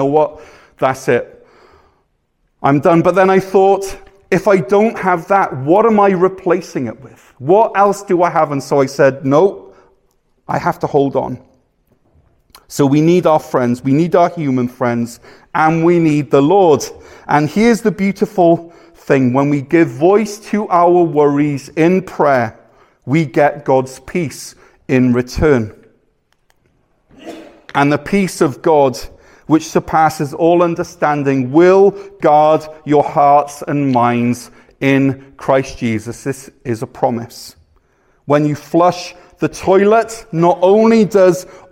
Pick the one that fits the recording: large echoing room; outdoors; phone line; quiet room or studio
large echoing room